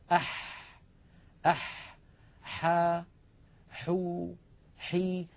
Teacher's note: الحاء أيضا يا إخوة من وسط الحلق